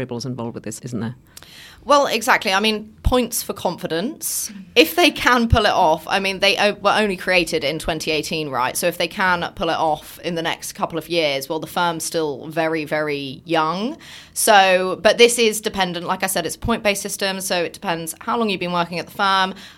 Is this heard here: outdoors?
no